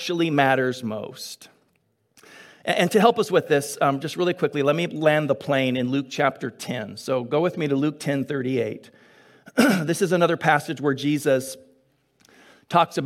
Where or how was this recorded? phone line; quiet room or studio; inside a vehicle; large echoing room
large echoing room